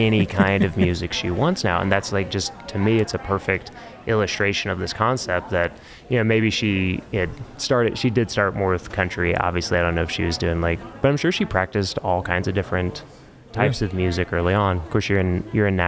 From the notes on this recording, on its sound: At the Craft + Commerce Conference in Boise, ID. At the conference.